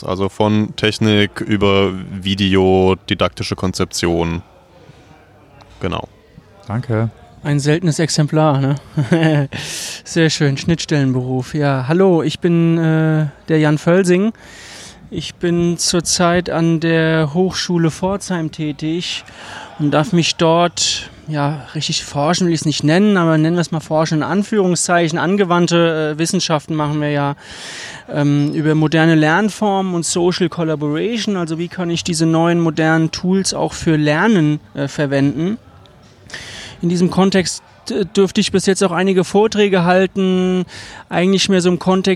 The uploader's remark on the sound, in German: Beim letzten Meetup spontan einen Podcast im Biergarten aufgenommen, daher auch die Hintergrundgeräusche.